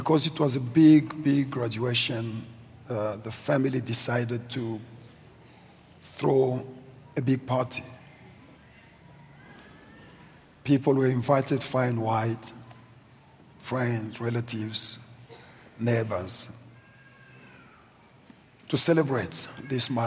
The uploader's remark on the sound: preached at Grace Bible Church Pimville on the 01st of October 2023